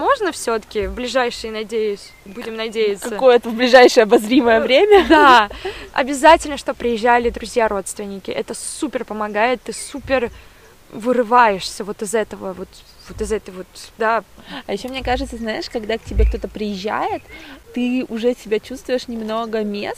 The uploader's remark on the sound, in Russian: Выпуск записывался в парке, поэтому на фоне поют птички и иногда пробегают собачки.